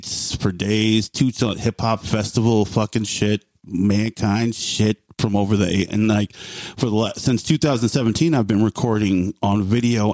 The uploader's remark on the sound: Live on the Clubhouse app. Calls in to answer the QotD.